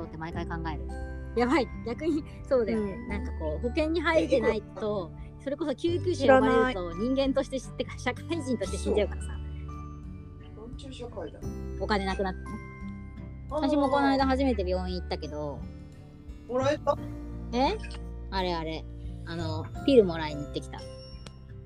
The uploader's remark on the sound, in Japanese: 撮影環境が不安定だったため、若干雑音が多く申し訳ございません！